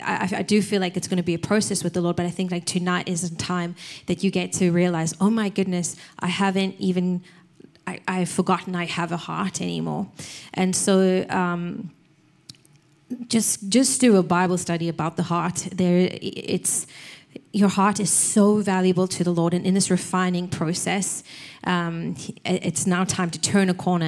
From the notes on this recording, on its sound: Recorded sunday evening service at Reunion Hawaii